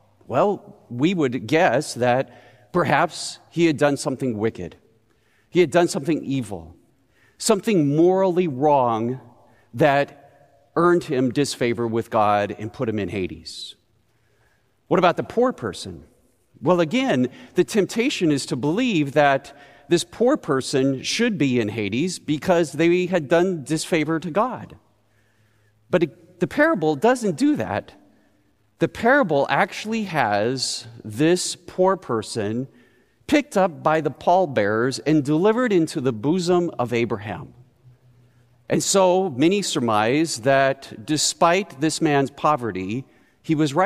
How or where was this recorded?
large echoing room